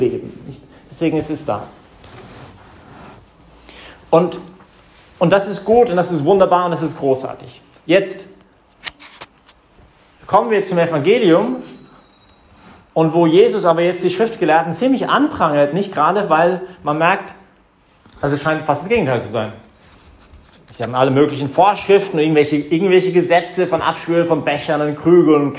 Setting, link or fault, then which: setting, large echoing room